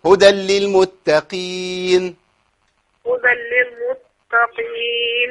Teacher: القاف هنا ضعيفة قوي لأنها مكسورة · Term: مراتب التفخيم